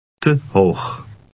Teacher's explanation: The E in te is unstressed and resembles an a sound.